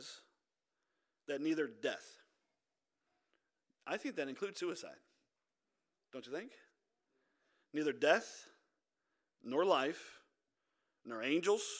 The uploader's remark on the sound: This audio is from our Wednesday Night Service